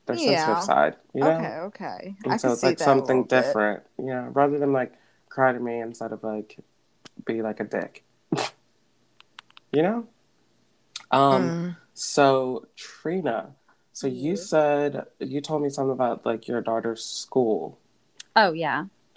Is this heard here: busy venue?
no